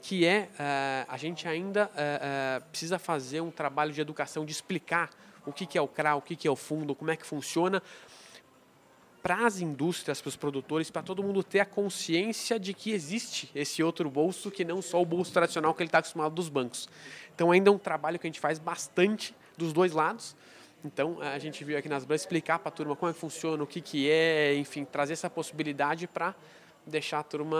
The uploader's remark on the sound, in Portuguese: gravada durante a reunião mensal da Asbram, em São Paulo